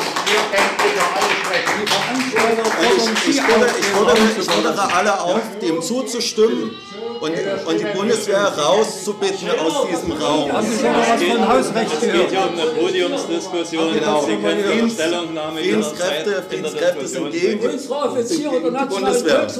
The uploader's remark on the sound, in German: Veranstaltungsmitschnitt